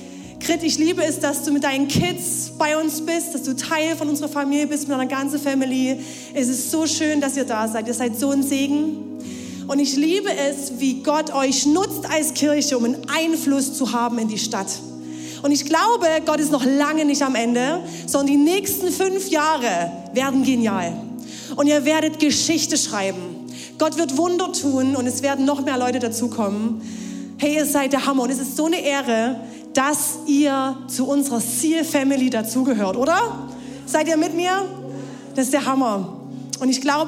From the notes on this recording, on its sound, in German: Audiomitschnitt der Predigt